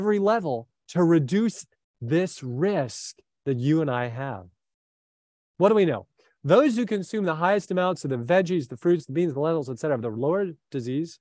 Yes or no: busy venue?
no